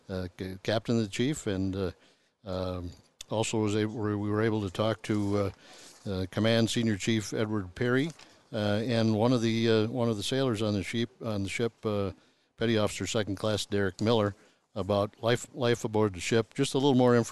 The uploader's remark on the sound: This week we are recorded live from the USS Minneapolis-Saint Paul. A Freedom variant littoral combat ship.